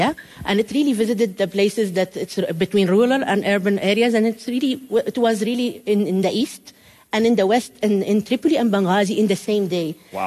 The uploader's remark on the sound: This brief fire-lighter conversation was taped live on stage at SPARK’s 7th Annual IGNITE Conference in Amsterdam.